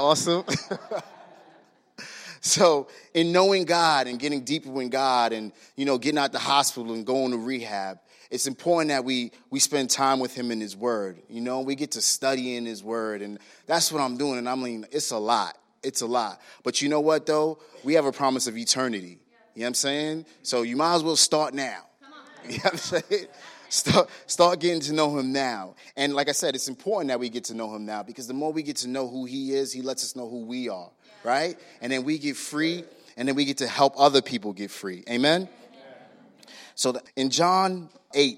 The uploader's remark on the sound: was recorded on Sunday, March 10, 2019, during service at The Anchor Church in Rockport, Maine